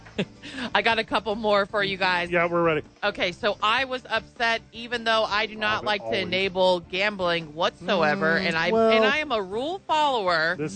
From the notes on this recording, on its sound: live from ABQ AXE